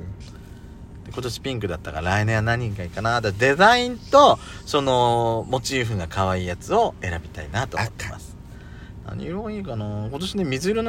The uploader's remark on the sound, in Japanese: パーキング収録